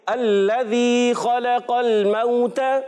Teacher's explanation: लाम मुशद्दद है, लाम पर तशदीद है, रुक कर अदा करेंगे